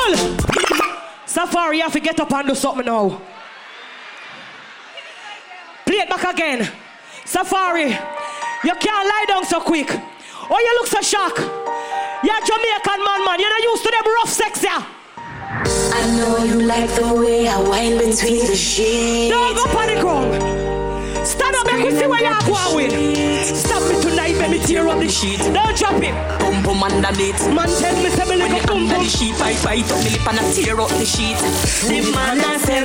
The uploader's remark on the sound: Live Performance Brt Weekend Atlantic City 2023